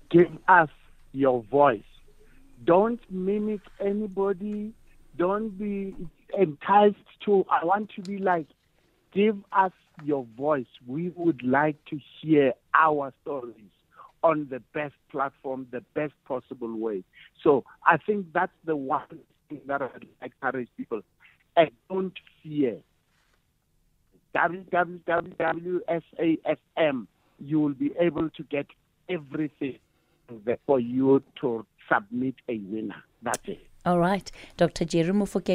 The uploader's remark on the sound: SAfm, the country’s leading national talk radio station. Guest(Studio). Guest(Phone).